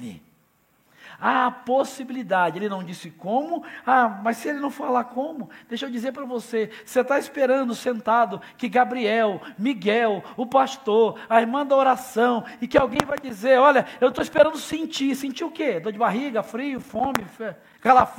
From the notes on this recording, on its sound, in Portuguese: Celebração ao vivo.